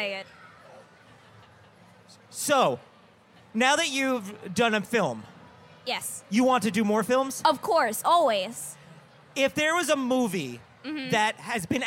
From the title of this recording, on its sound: Live at VidCon